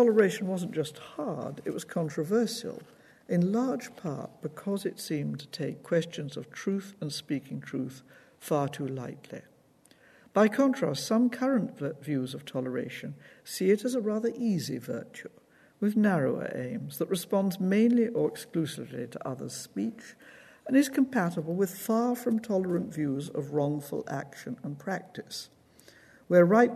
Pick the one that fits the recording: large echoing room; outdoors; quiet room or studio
large echoing room